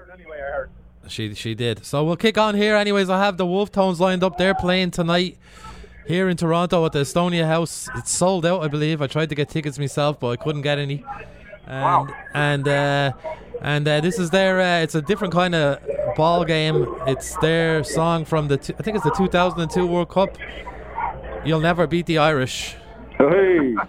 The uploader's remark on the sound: The lads call in live from The Irish Embassy Pub Toronto